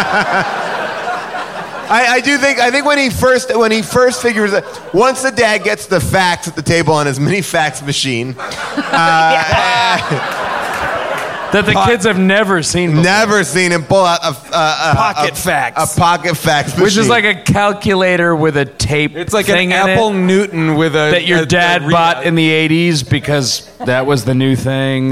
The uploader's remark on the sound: Recorded LIVE at Largo in Los Angeles